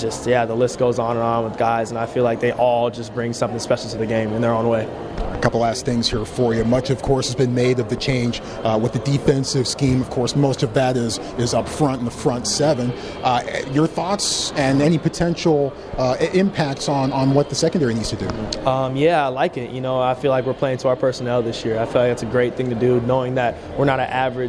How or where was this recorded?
busy venue